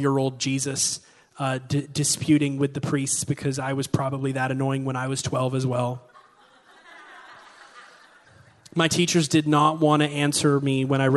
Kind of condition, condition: setting, large echoing room